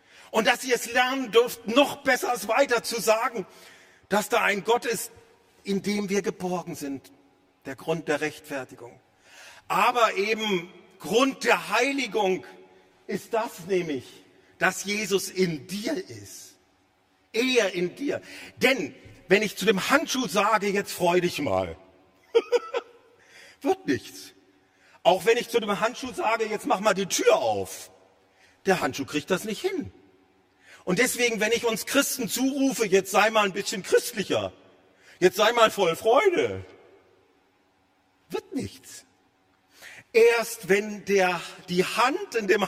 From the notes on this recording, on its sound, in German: aus dem Missions-Gottesdienst der Missionsberg-Gemeinde (Liebenzeller Mission)